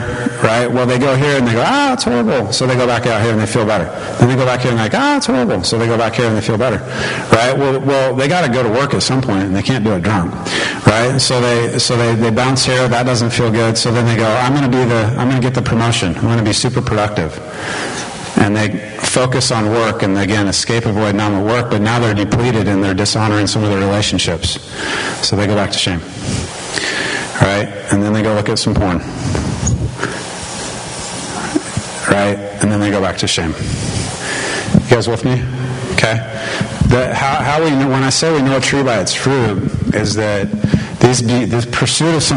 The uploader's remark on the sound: We apologize in advance for the poor audio quality. There were some technical difficulties.